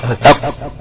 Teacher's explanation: اللسان في منطقة الاقصى فوق، لازق اللسان في منطقة اقصى فيما يقابل في الحنك الاعلى اهو اق. بس انا لازق افك المخرج عشان الصوت ينتج. · Term: القاف